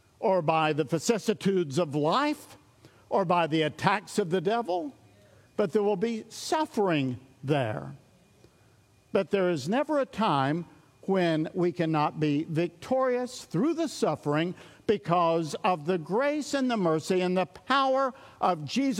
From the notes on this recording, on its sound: recorded at Sunnylane Family Church in Oklahoma